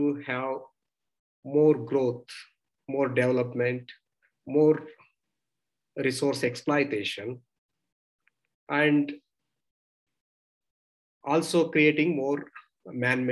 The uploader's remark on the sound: Zoom and Facebook Live